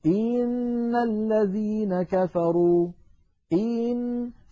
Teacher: يعني مثلا لما نقول إن الذين كفروا، إن هنا الهمزة مكسورة فلها زمن، لكن لو بالغنا وقلنا إن الذين كفروا إن، فكأنه صار بعد الهمزة المكسورة ياء · Term: الإدخال